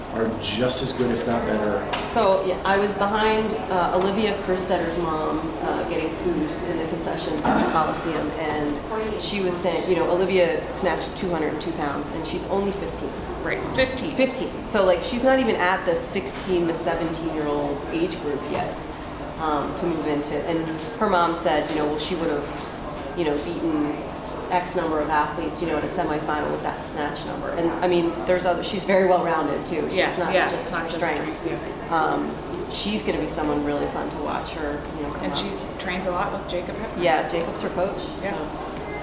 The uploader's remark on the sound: Friday Night Live at the CrossFit Games. Are spending the week in Madison, WI at the NOBULL CrossFit Games.